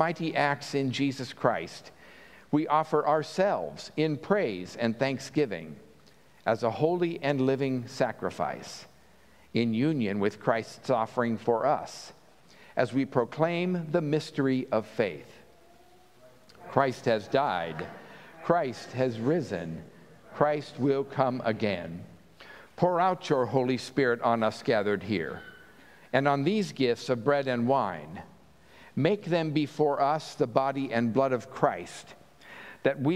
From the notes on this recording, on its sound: At Pender UMC Traditional Worship on Sunday, August 6, 2023